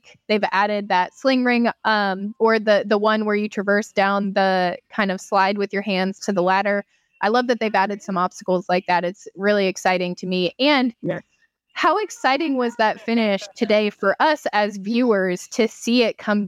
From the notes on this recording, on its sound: Post race interviews straight from the live coverage. Talk to some of the top Pros of the day in Savage Ohio 2023.